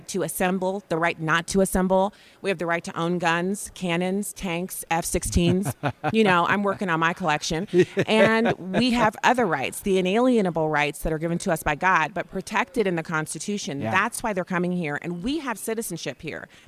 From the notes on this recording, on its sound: Live from Western Conservative Summit 2022.